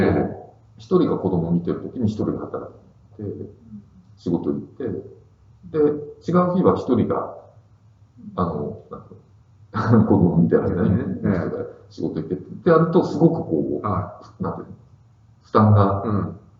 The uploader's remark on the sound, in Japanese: 旧マイクで音声ややわるいです。